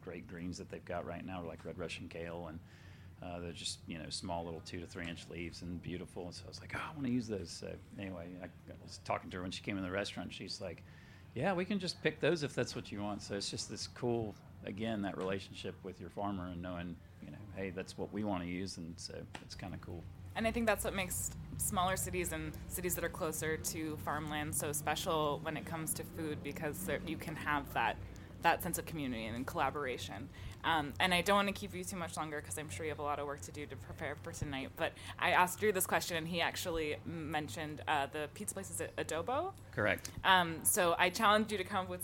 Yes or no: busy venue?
yes